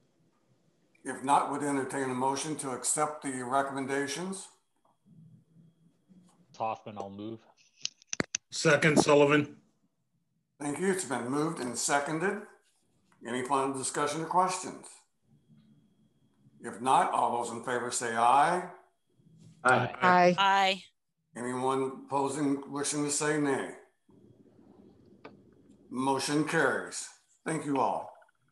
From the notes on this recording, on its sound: (Zoom meeting)